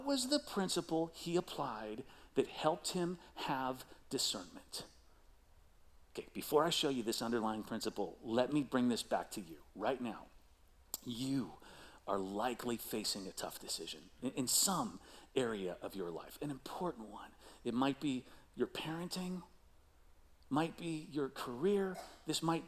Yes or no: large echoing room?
yes